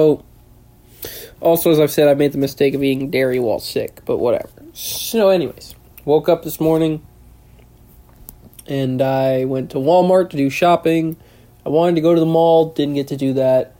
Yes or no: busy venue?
no